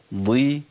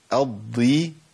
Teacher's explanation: الضاد المكسوره لسه فيها تفخيم عالي شويه عن حروف زي القاف والغين والخاء